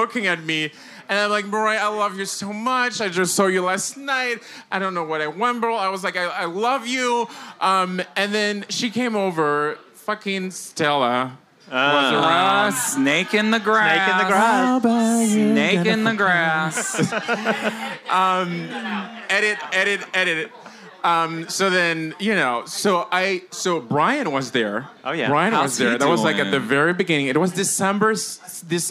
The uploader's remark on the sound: Live from Rise Bar, New York City!